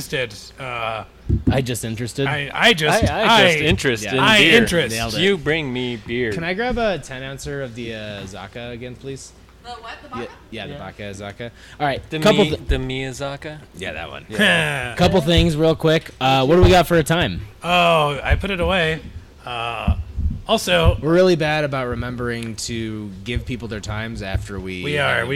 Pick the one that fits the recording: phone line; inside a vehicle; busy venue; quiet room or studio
busy venue